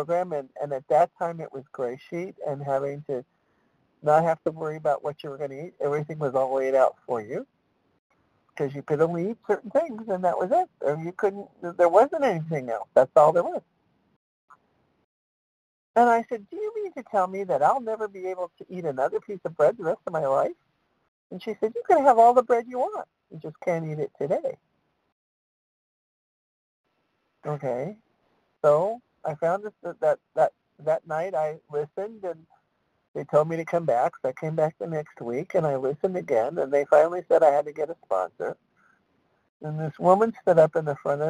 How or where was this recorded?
phone line